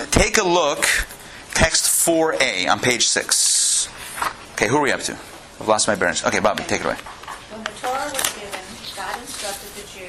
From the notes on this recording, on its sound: Recorded live at the Intown Jewish Academy